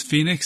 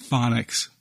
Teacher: Change the first O sound to a short O and you get phonics.